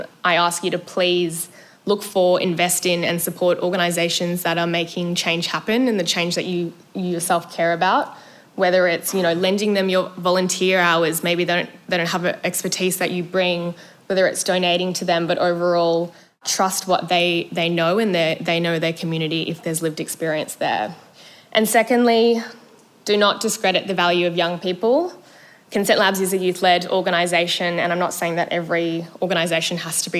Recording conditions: live audience